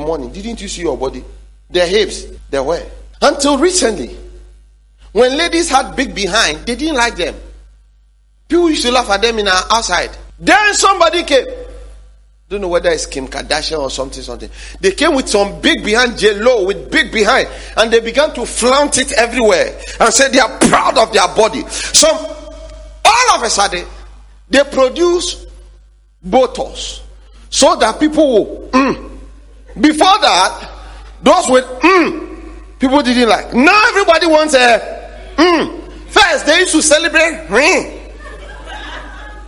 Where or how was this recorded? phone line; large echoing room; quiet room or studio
large echoing room